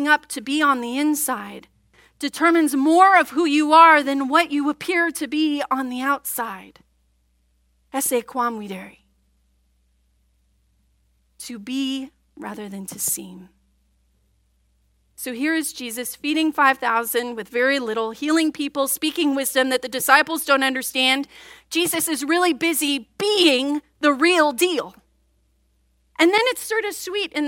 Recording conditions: large echoing room